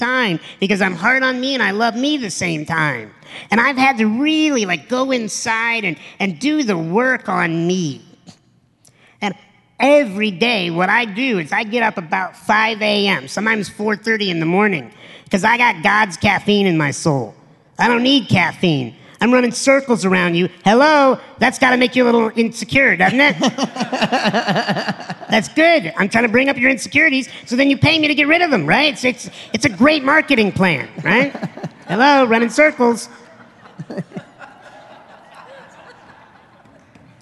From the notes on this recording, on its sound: on stage at this year's EDGE event